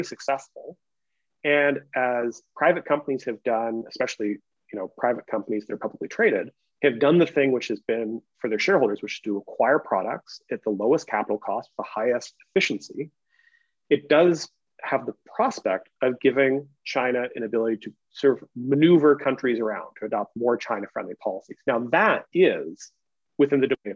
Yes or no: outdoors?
no